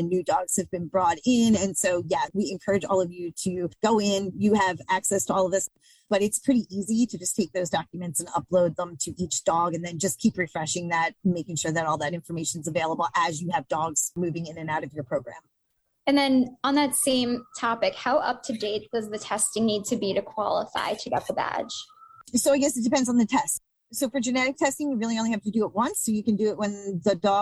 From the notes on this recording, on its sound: The audio for this podcast episode was taken from a recent Good Breeder Webinar.